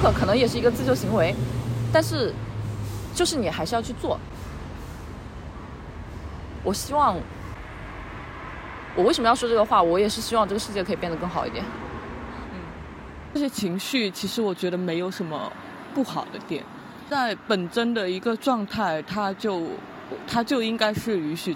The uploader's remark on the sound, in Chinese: 本期播客是在马路边录制的即兴聊天，会有各种各样人间杂音，也可能会有一些录制得不是特别清晰的地方。